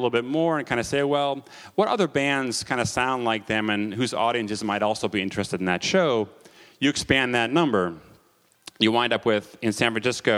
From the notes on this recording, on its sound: Recordings of the panels at the SF MusicTech Summit on September 12, 2011 at the Hotel Kabuki in San Francisco.